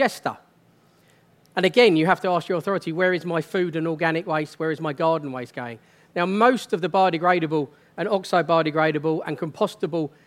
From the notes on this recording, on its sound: This week, we bring you a special episode from our Countryfile Live 2019 podcast. This new series brings you some of the best moments from debates at the BBC’s Countryfile Live event at Blenheim Palace.